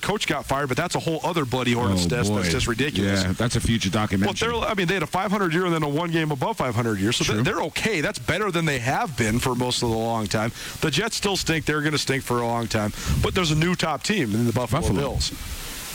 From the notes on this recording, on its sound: live from Bretz RV and Marine